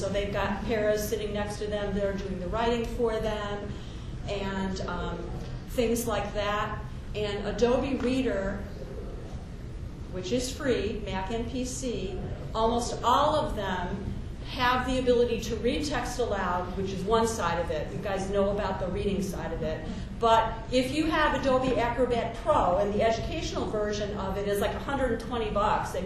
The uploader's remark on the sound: A round robin resource sharing event conducted during the Chicago ATIA 2010 Conference. Lucky for us they had the foresight to make an audio recording of the event!